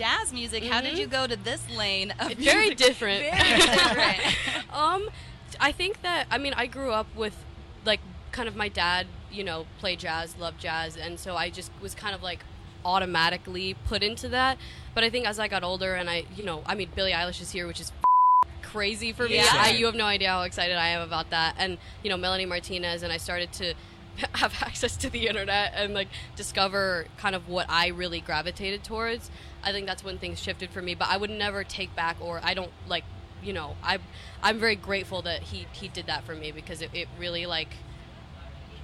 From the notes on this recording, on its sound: The Mix is live backstage at Lollapalooza 2023!